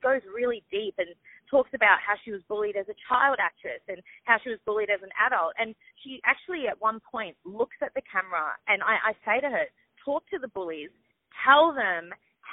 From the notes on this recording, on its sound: On the phone